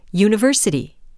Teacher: Most English words have both highly stressed and highly unstressed syllables. In university, for example, the ver group is strongly emphasized, whereas the ni and si groups receive very little emphasis.